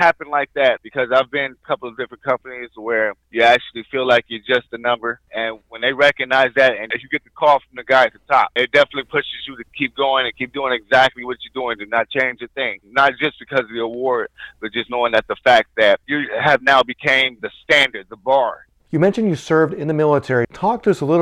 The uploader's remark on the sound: phone call